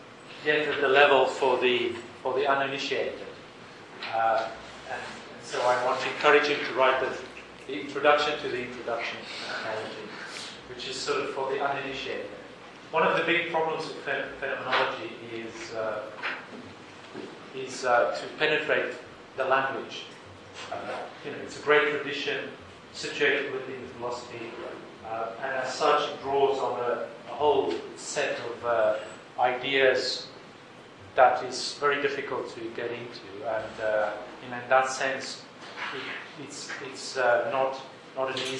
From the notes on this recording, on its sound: This ‘from the archives’ recording is the first part of the keynote from “ Triangular Conference 2008”. The talk was recorded in-person with a live audience. In the UCD Lochlann Quinn Undergraduate School of Business, Belfield, Dublin, Ireland.